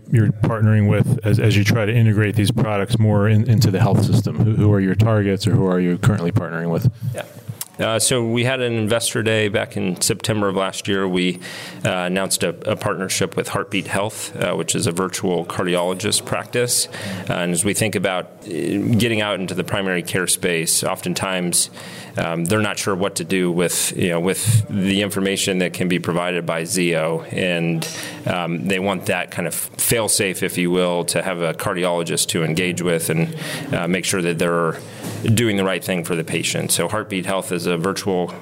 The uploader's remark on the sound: recorded at JPM in San Francisco